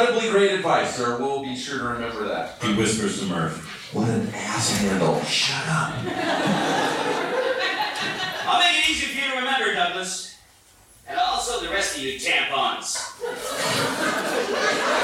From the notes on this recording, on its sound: Live table read of C-Company (at SF Sketchfest 2017). You'll also listen to a never-before-heard live table read of C-Company (at SF Sketchfest 2017) performed by some of today's funniest comedic actors.